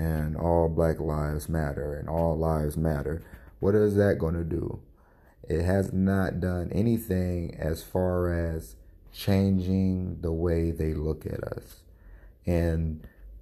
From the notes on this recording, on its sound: Had to record on my phone for this one along with allergies what a day.